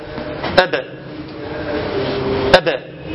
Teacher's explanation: هو حرف شديد فلا يكون إلا أبا أبا زمن صغير جدا جدا